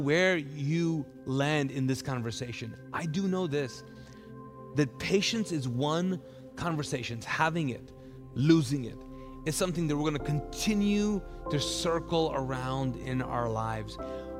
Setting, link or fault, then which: setting, large echoing room